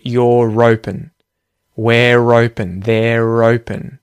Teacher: But if you had a vowel at the start of the next word, so imagine the word was instead of hands down, it was open. You would hear the R and it would be linking to that vowel sound at the front of the word open.